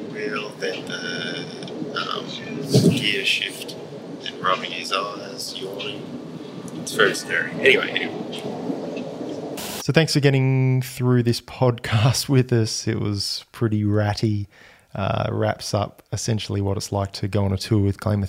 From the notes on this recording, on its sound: Your reward for waiting is one of the most ratty recordings we've ever put out! Recorded with my iPhone whenever I remembered to press "record".